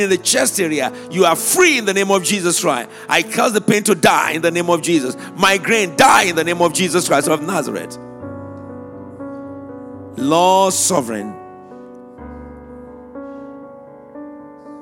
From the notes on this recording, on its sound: Prophetic Prayers during Harvestime Church Anniversary Conference, January 2024.